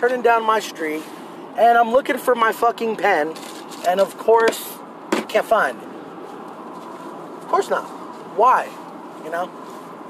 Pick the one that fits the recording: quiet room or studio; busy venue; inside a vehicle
inside a vehicle